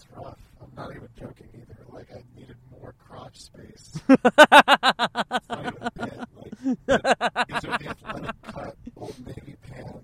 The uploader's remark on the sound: Just hang out and talk as they attempt driving to the San Francisco Punch Line. They did not make it, but they had fun.